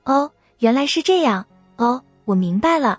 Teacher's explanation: 第二种用法是领悟、明白，语调上扬，哦，原来是这样，哦，我明白了，恍然大悟时的哦。第三种用法是惊讶、疑问，哦，真的吗？带着一